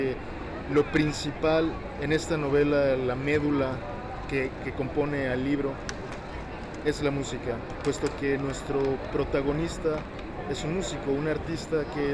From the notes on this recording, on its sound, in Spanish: escucha nuestra entrevista con el autor en la FIL 2022